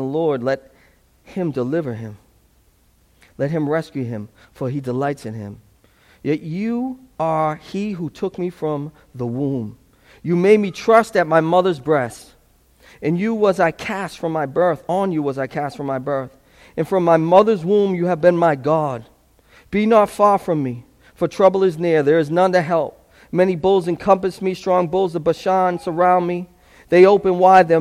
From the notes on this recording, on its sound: This sermon was preached at Restoration Road as a part of an Advent series.